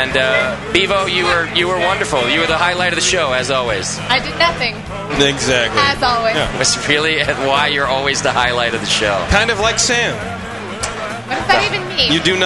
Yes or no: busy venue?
yes